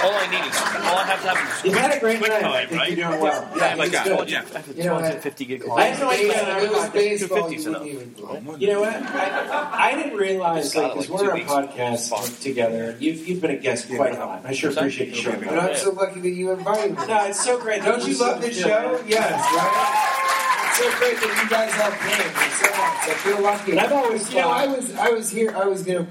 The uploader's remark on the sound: Live from the Sheraton!?